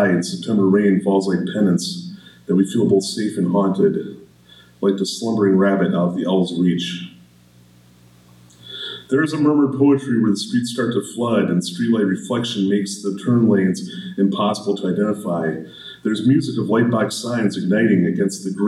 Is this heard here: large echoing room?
yes